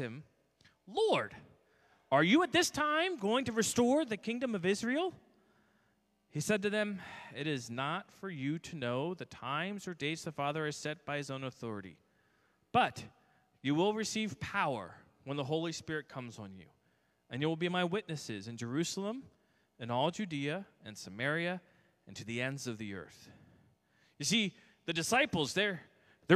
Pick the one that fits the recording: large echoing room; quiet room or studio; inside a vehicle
large echoing room